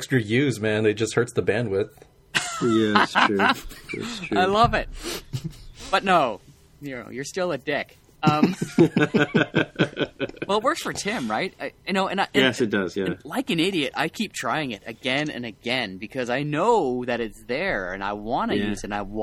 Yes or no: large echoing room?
no